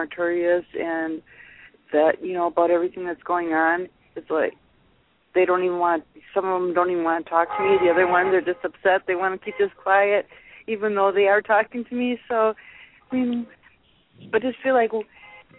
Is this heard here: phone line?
yes